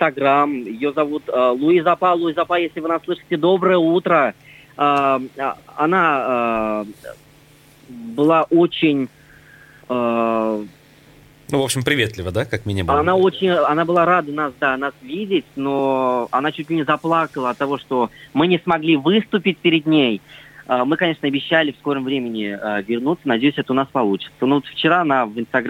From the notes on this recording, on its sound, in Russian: По телефону